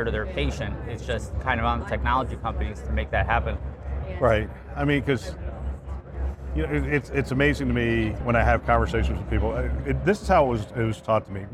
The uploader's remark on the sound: It’s an Interview in Action live from HLTH.